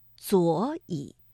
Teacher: 第一个左和乙这个赏声字相连，所以读二四调